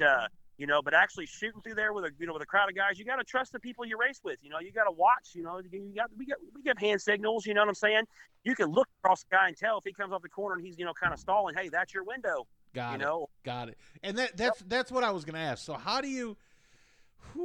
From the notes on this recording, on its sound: via phone